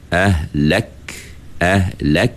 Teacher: Ahlak itu huruf kaf tu. Huruf kaf tu apabila dia mati, kita kena pastikan suara kita tersekat. · Term: sekat suara